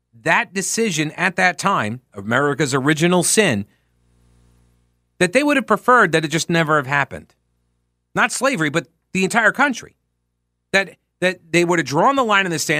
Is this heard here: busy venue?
no